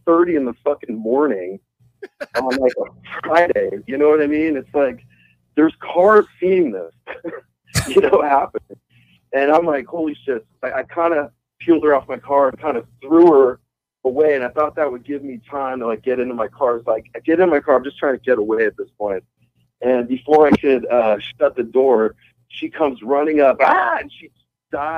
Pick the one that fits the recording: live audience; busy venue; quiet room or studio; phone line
phone line